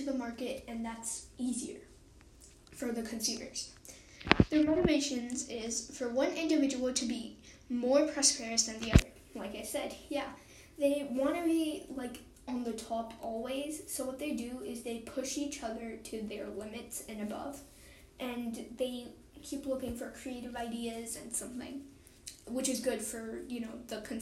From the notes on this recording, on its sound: Sorry about background noise!